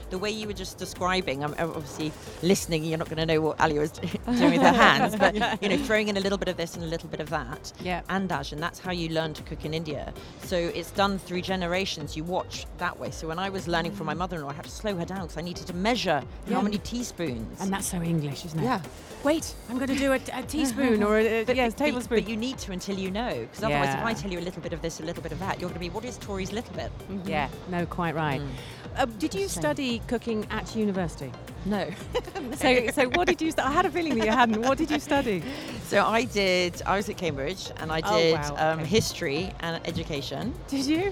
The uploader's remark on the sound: Live from SIBF 2023